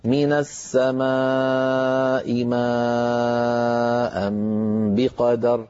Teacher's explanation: حفص رحمه الله يمد المتصل فويق التوسط يعني 5 حركات، أو يمده بمقدار التوسط يعني 4 حركات.